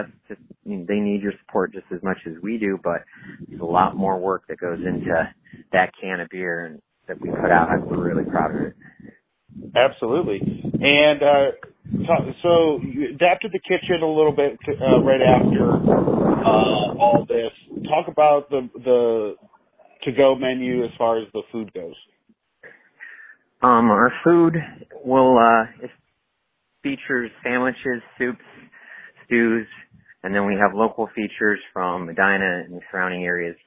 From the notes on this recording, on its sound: I chat via phone.